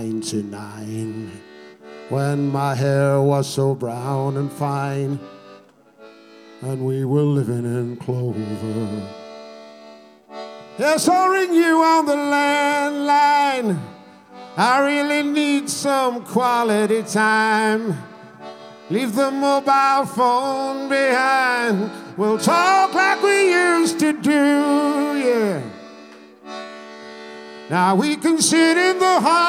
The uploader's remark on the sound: at our regular venue the Hootananny in Brixton